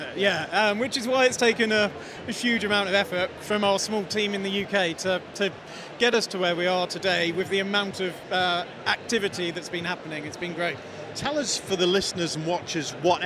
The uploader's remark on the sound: Event Special - Accountex 2023 Live Interviews.